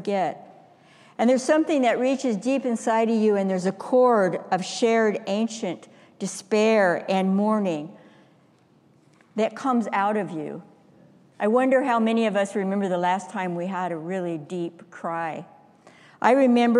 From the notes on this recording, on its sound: Stewardship Sunday message delivered during the Traditional Worship service.